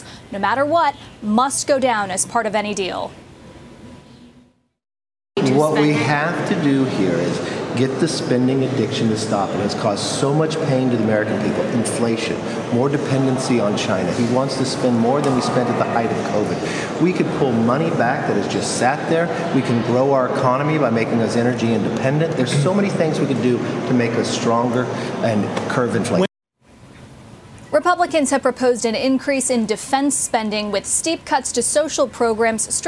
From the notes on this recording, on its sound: we’re live at the final round of the 2023 National Economics Challenge